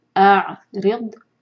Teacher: میک شیور کہ ضاد پر قلقلہ نہ ہو